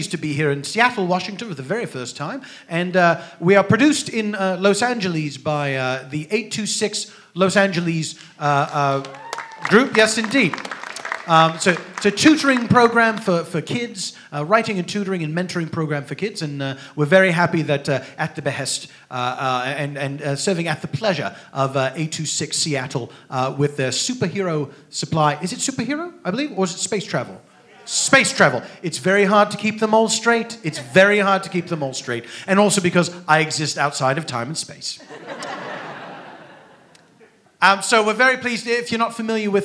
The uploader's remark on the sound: A special traveling edition of The Dead Authors Podcast. Recorded Live at The Bumbershoot Festival in Seattle, WA.